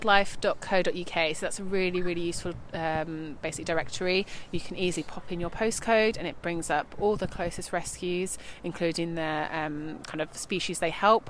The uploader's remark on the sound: This episode was recorded in Queens Park, Brighton.